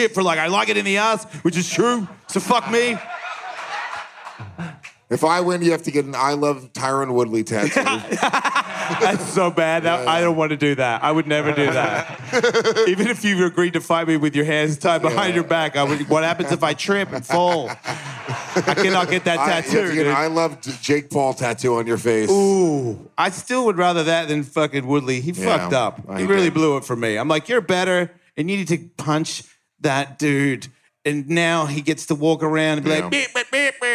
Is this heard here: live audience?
yes